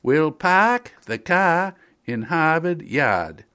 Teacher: the well-worn example of the lost New England R. It can be pronounced with either the broad or the flat nasal A, incidentally.